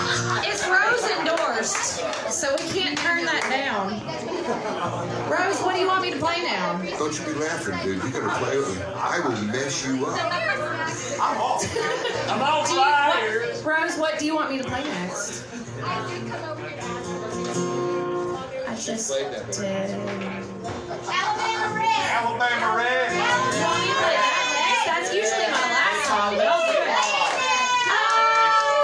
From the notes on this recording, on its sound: Live at Belcourt Taps an interview and live performance.